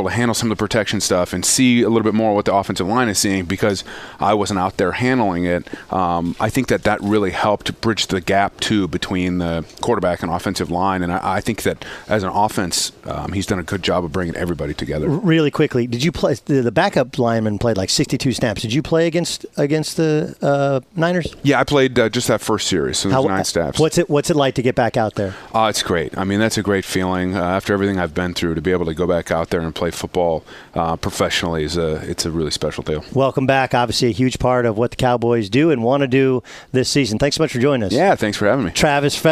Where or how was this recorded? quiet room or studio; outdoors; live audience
outdoors